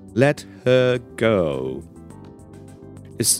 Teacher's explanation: It's never really pronounced like separately, let her. You end up saying letter, letter.